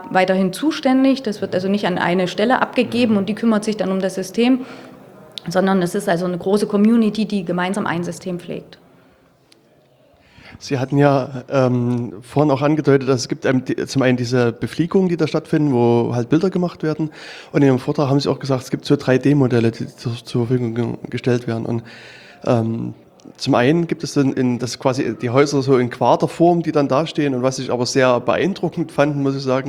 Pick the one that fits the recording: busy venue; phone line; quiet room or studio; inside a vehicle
busy venue